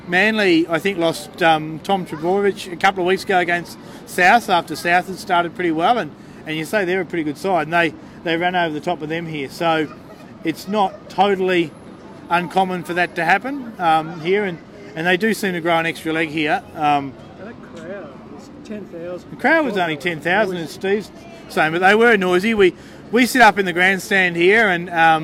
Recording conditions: outdoors